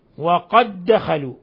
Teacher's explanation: الدال تدغم في الدال متماثلين إدغام متماثلين. وقد دخلوا الدال الأولى ساكنة الدال الثانية متحركة أدغمت الأولى في الثانية يعني هذا متماثلين.